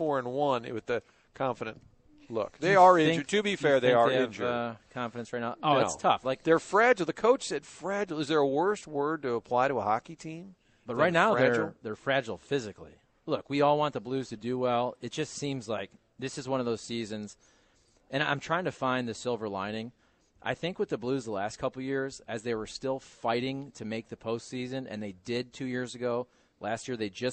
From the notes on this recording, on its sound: broadcasting live from Busch Stadium